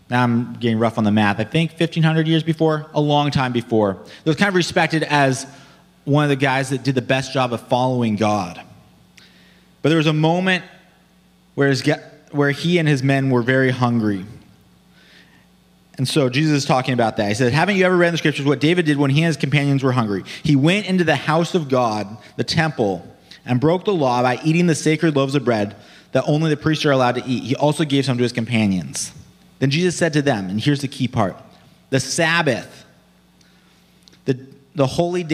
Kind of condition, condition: setting, large echoing room